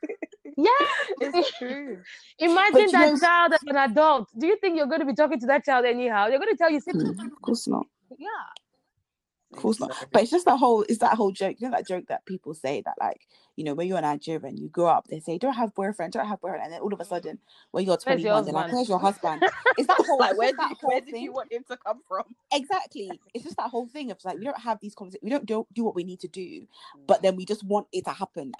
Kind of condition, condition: fault, drop-outs